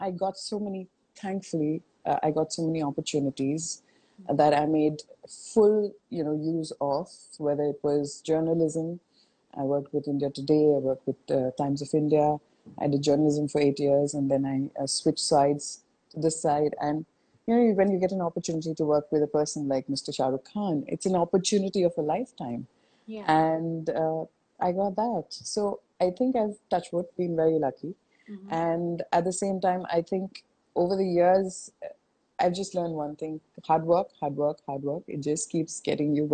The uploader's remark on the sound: Instagram Live